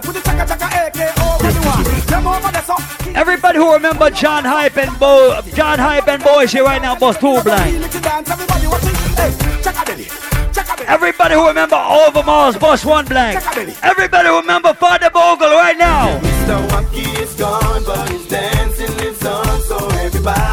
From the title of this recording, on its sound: LIVE AT FETE FRIDAYS ON FEBRUARY 3RD